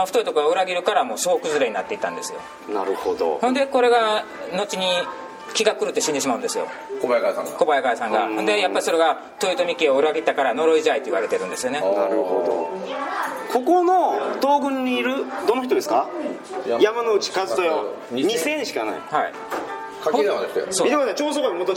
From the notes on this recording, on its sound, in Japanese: 高知県の観光スポットでロケ収録その２（高知市立自由民権記念館、高知城）。高知県の観光名所に実際に行って収録をするという企画その２です。